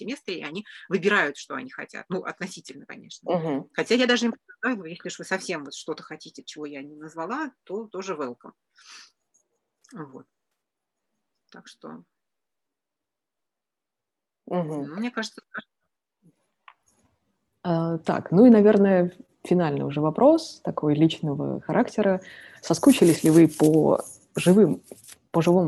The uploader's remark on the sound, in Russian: Подкаст записан в формате живой беседы в зуме.